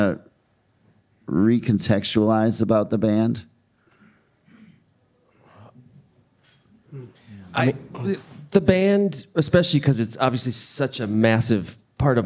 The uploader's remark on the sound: It was recorded live in front of a wonderful audience at Rev Hall Show Bar in Portland Oregon during our amazing weekend of shows there. This was our first episode with more than one guest.